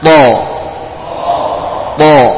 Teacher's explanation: huruf dari ujung lidah dengan pangkal gigi seri, ya seperti huruf da dan dal. · Term: huruf to